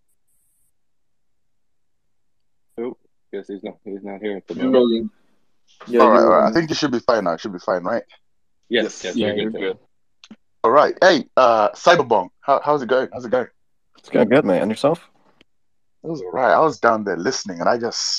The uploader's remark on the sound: The content in this podcast is a recorded Twitter space